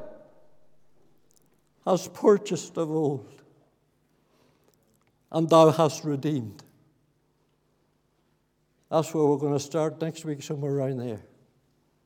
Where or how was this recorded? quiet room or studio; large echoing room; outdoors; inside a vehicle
large echoing room